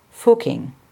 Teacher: it is pronounced with a closed U, as in put